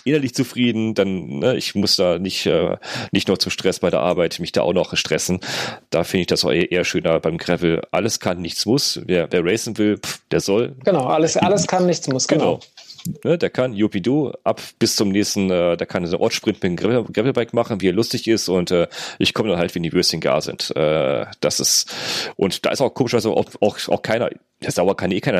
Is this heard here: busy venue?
no